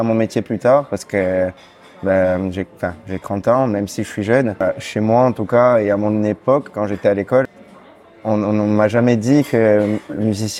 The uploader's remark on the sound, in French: L'interview a été enregistrée le 9 novembre 2023 au Café Janine à Paris (3è).